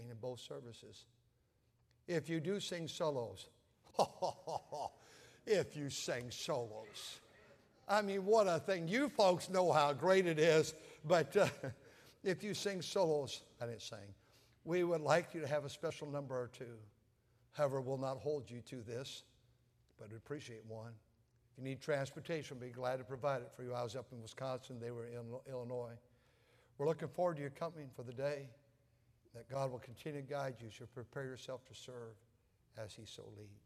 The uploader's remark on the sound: At North Valley Baptist Church in Santa Clara, California, during the Sunday Evening service.